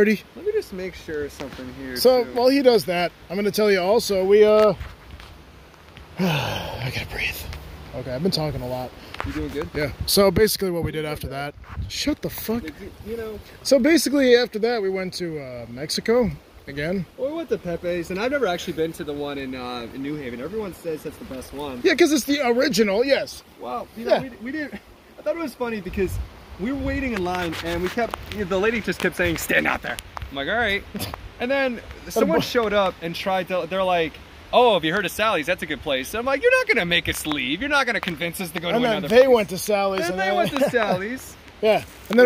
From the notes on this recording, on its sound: We decided to record a podcast in the woods in Connecticut. The public got involved.